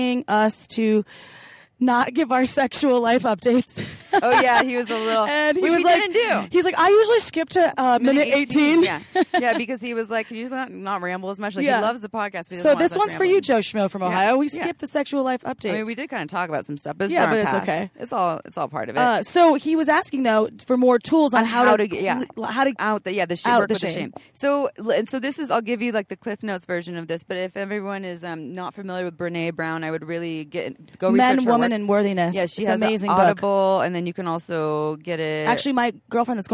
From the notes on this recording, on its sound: Recorded from the Oregon Eclipse Festival, we bring you a sneak peak into our workshop.